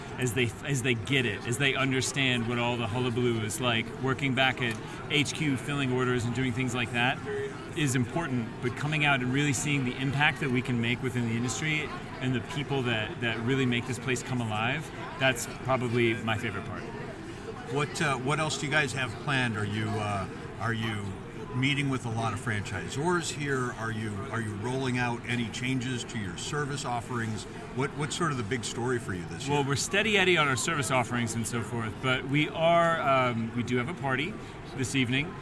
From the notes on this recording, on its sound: We’re Live at IFA 2024! Thanks to the crew of BizCom Associates for letting us record their booth in the heart of “Franchise City”.